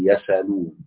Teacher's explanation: طبعا حمزة أوسع يعني حتى لو في وسط الكلمة زي مثلا يسألون، إذا وقف عليه يقول يسألون، هنا السين ساكنة وبعدها همزة مفتوحة يحرك السين بالفتح ويحذف الهمزة · Term: تخفيف الهمزة بالنقل